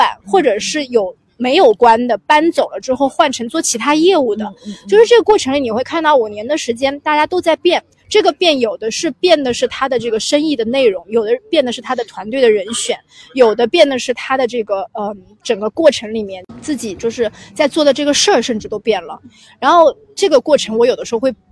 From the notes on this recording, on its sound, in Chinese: 本期录制在户外大草坪，和大家一起沐浴阳光感受微风